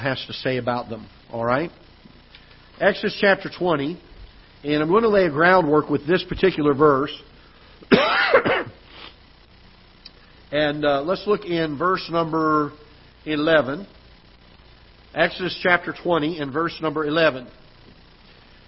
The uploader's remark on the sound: Ketha Heights Baptist Church ~ Live Broadcast.